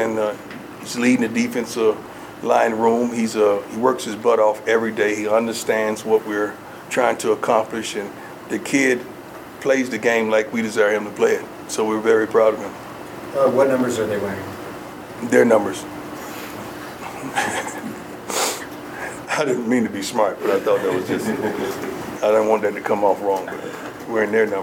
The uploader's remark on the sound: Colorado Buffaloes mid-spring ball press conference. Fielded questions from the media in a press conference setting.